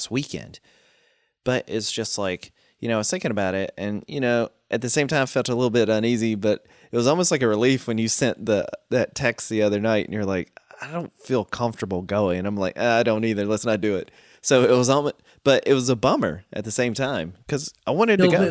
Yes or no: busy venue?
no